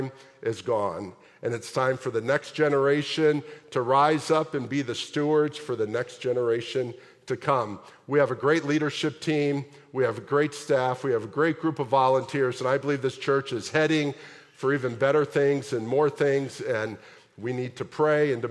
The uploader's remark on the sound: at the January 28, 2024 Sunday morning services of Boca Raton Community Church in Boca Raton, Florida